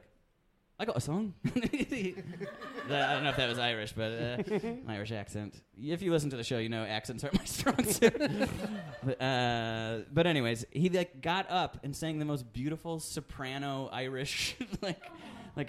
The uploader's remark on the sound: Live at the Torch Theatre in Phoenix